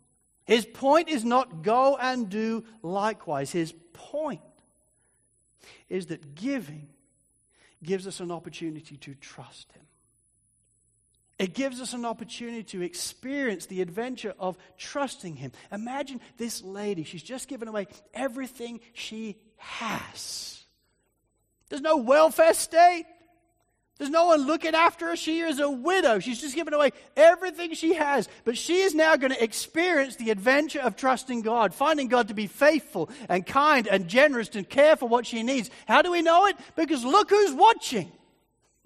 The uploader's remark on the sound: Sermon recording from Sunday 3rd March 2024